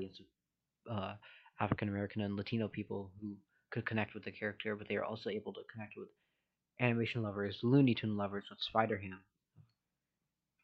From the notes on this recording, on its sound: Sorry for the mic quality, better one on the way.